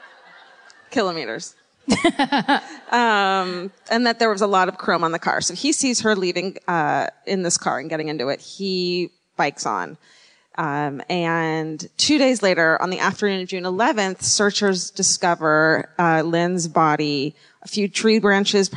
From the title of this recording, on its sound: Live at the Sony Centre in Toronto